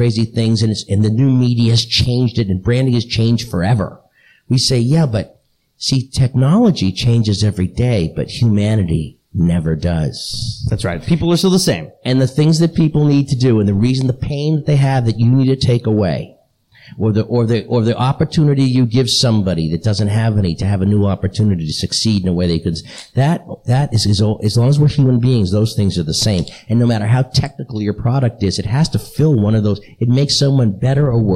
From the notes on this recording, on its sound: LIVE from San Antonio Startup Week